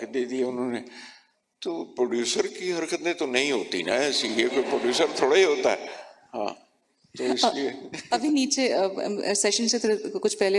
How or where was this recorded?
live audience